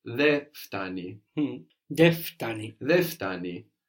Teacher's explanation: But you'll notice in Greek that before some letters, the N of then and some other words we'll see tends to be left off before certain letters. And F is one of them.